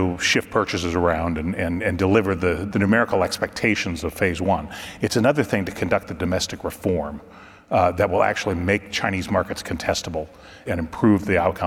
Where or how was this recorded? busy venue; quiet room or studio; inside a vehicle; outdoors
busy venue